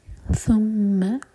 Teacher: ساکلی زبان اوپر والے دانتوں کو ٹچ کرے گی اور تھوڑی ٹپ باہر ہوگی